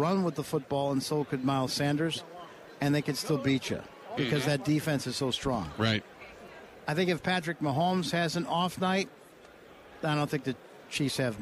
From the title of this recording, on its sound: Live From Super Bowl Radio Row